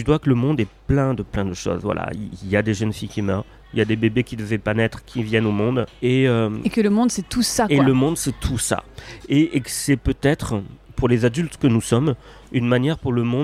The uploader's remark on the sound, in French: Dans un café en face de France Inter, où il allait faire une chronique. Notre conversation est un peu parasitée par les bruits de la rue puis par les bruits du café.